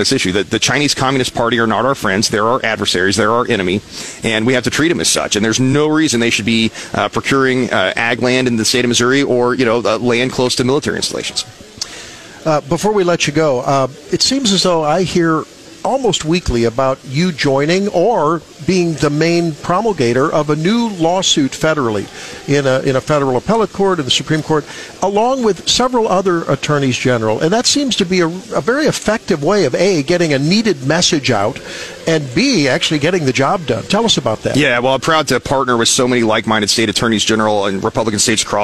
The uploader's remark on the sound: joined us live on 939 the Eagle's "Wake Up Mid-Missouri" from the Governor's prayer breakfast in Jefferson City